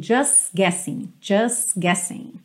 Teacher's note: o T do just não aparecer, e eu já junto o S na próxima palavra